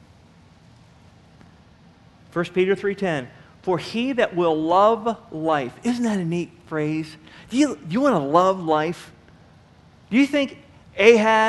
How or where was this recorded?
large echoing room